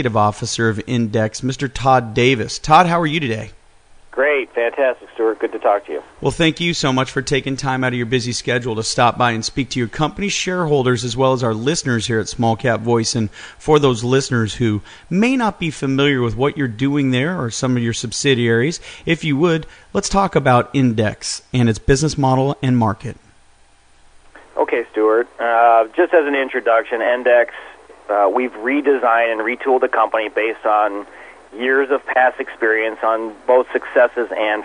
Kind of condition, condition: link, phone line